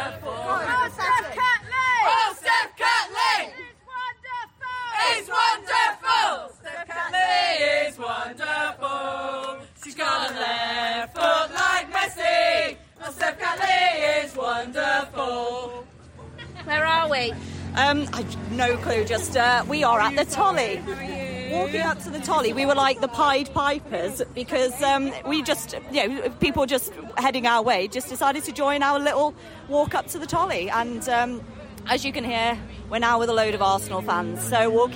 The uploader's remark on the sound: an audio journey of the matchday experience with the Red and White AWFC - from the Armoury before the game to a post-match drink in the Tolly, and everything in between.